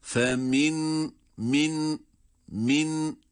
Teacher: Burada nun harfinin hunne sıfatını gösteriyoruz.